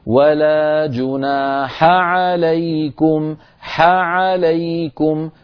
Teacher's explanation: فنعطي الحاء حقها من الهمس والرخاوة، ونعطي العين حقها من البينية